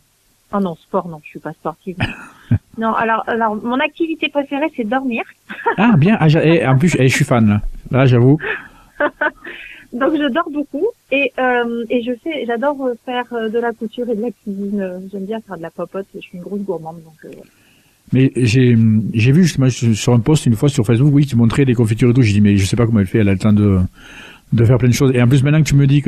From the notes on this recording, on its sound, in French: reçoit par téléphone